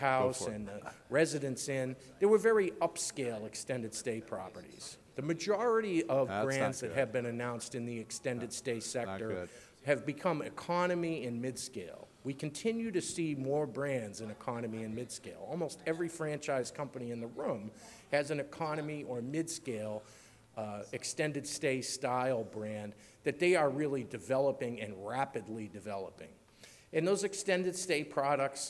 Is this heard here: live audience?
yes